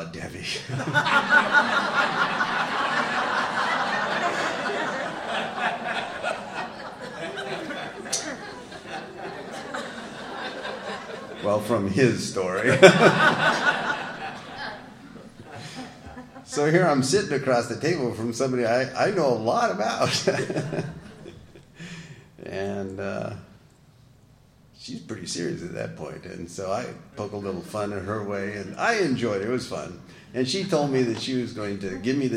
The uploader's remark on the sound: tells his story at We Are Not Saints Conference in Skokie IL on January 15, 2017